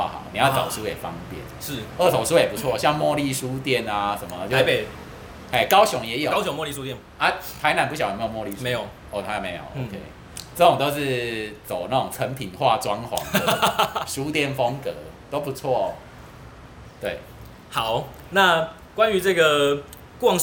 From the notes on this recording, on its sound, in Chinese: 錄音地點：Te en Té 山露露品茶。錄音設備：Samsung S8。